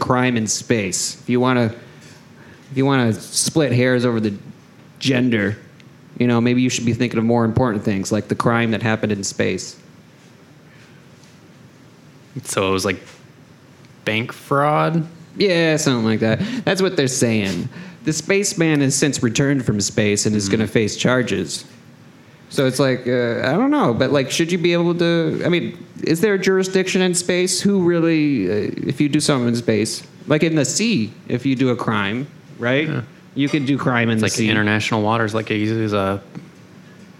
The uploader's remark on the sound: Live at TromaDance Detroit. Show off their new creation to a live audience.